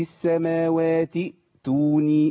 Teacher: همزة الوصل خلاص ذهبت وسقطت في الوصل